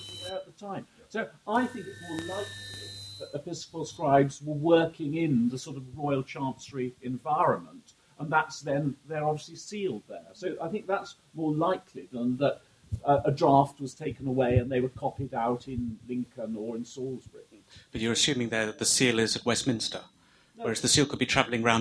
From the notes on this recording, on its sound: We apologise for the variable sound quality of this podcast.